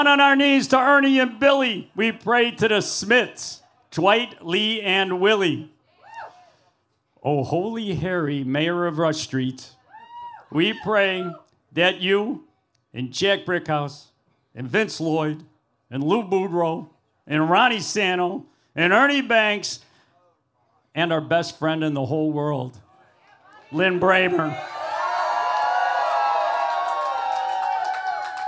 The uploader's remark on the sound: Live from YakZies. From the same humble stage that we gather at year after year.